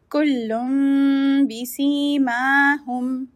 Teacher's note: the sound of noon tanween will be changed into meme · Term: iqlab